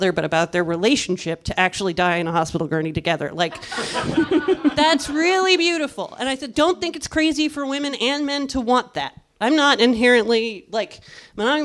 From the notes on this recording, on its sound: On this live episode of The Bechdel Cast. On this live episode of The Bechdel Cast.